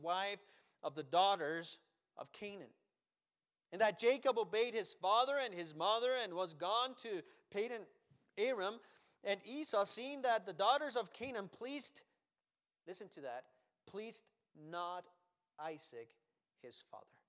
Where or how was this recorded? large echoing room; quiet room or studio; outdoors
large echoing room